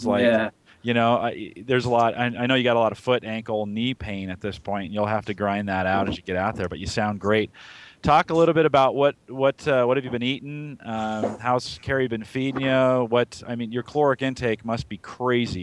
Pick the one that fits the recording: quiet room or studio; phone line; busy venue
busy venue